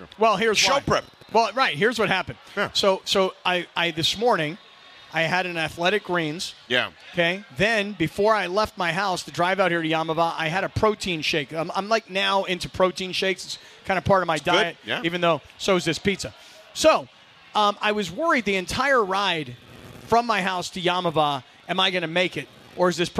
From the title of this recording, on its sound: Live from Yaamava